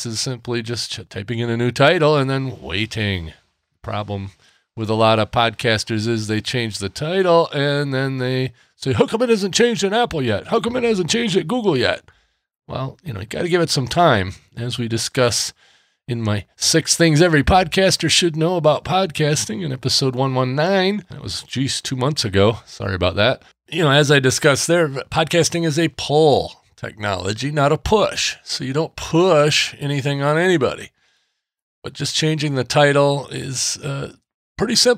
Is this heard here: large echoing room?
no